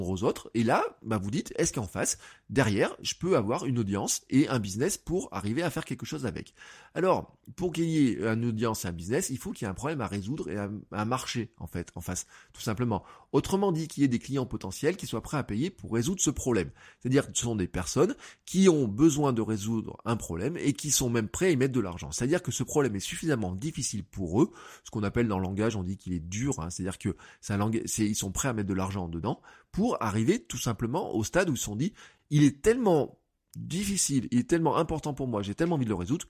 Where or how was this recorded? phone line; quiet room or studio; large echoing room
quiet room or studio